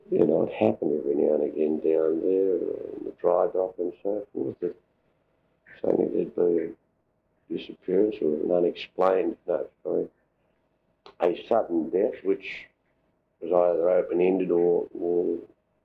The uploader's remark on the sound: this recorded interview is 20 years old and sounds it!